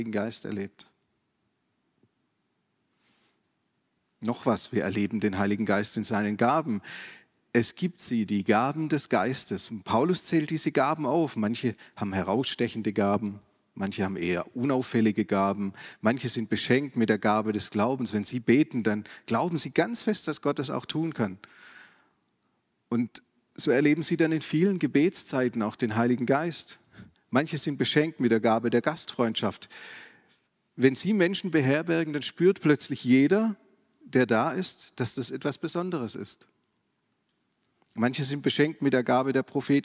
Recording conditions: large echoing room